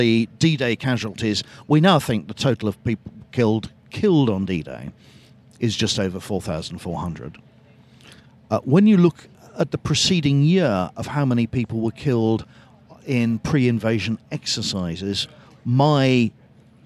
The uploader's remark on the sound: In this bonus episode recorded at Chalke Valley History Festival.